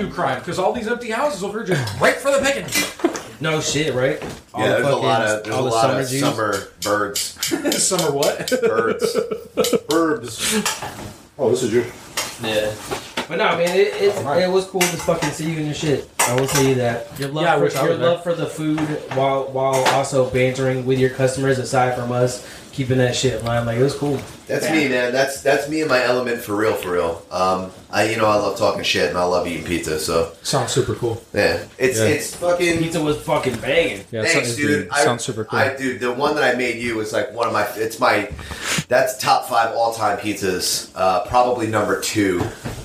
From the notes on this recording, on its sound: Finally arrive at The Compound in Asbury Park, New Jersey. Recorded in the kitchen of the compound, the sound quality isn’t the greatest.